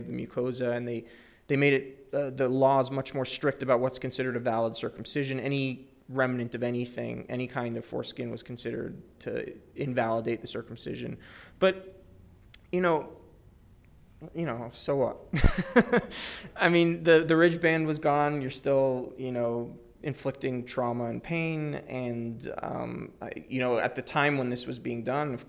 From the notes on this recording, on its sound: This is a recording of the Introduction and Q&A from the Las Vegas stop of the Cut Tour 2011.